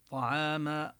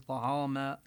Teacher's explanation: طعاما فليأتكم، نبين الطاء مفخمة، طعاما والعين مرققة، لا نقول طعاما، أيوة. العين دائما مرققة والطاء دائما مفخمة · Shown in: first take